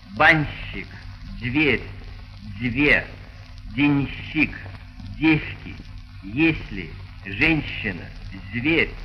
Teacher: Согласные зубные «д», «т», «с», «з», «н», а также «р» и «ф» перед мягкими согласными обычно произносятся мягко.